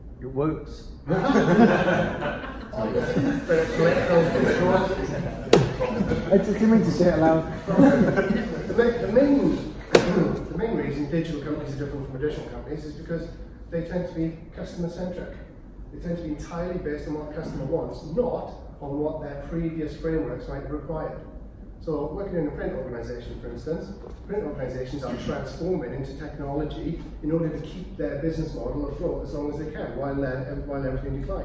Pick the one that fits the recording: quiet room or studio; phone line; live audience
live audience